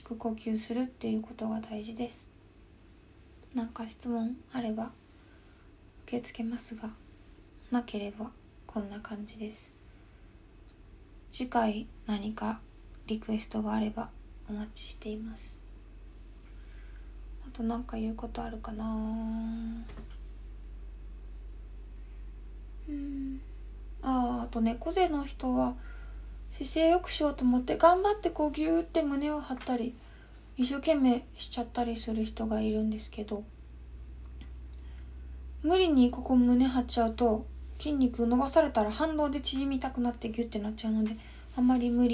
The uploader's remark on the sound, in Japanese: インスタライブの録音をそのままポッドキャストにしています